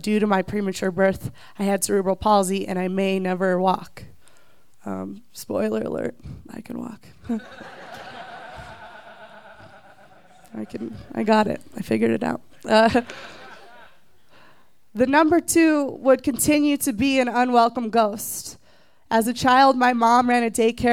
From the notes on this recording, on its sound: recorded live at Buntport Theater on October 15, 2014